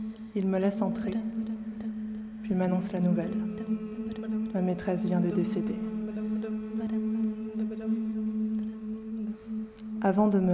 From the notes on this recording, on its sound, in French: L'eau Argentée (live) Festival Longueurs d'Ondes. Accompagnées par un travail de bruitage, de chant et de création sonore réalisé en direct. Enregistré le 08/02/2020 au Théâtre du Mac Orlan à Best, à l'occasion du Festival Longueurs d'Ondes.